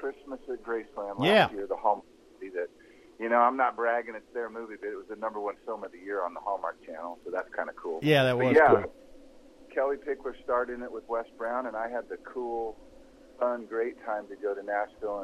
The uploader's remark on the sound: on the phone